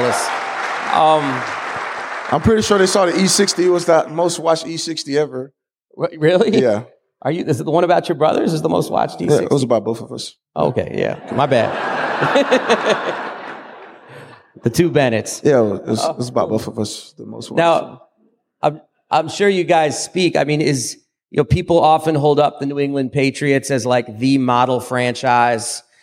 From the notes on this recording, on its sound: LIVE in Seattle. In front of over 800 people at Town Hall Seattle.